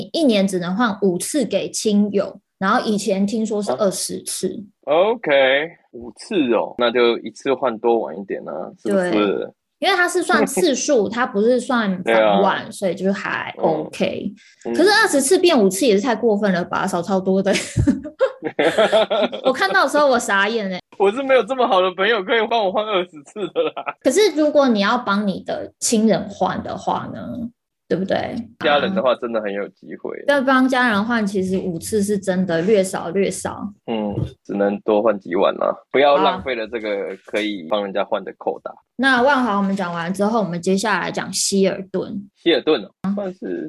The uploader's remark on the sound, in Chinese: 很抱歉這次因為無法克服的原因，因此我們只能線上錄音。